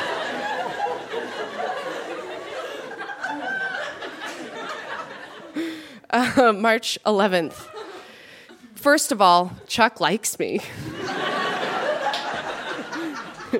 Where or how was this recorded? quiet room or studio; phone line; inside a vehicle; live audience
live audience